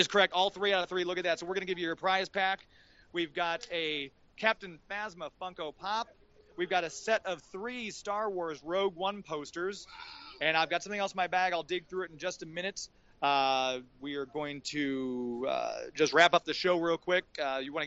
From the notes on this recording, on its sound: We broadcast LIVE from STL Comics!